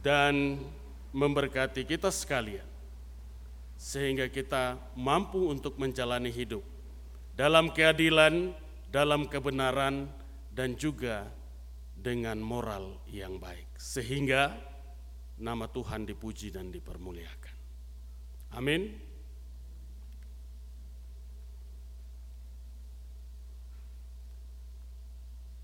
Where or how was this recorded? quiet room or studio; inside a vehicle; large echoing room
large echoing room